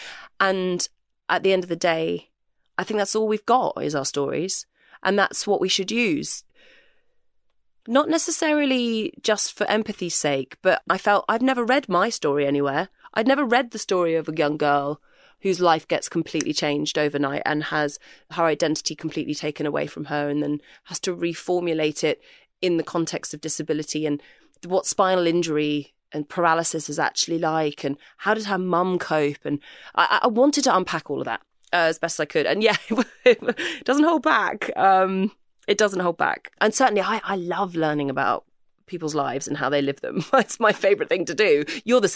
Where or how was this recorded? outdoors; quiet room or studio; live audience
quiet room or studio